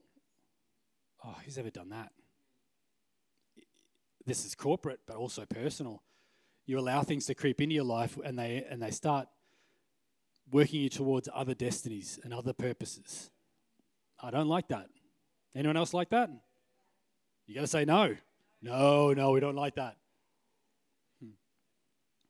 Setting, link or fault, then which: setting, large echoing room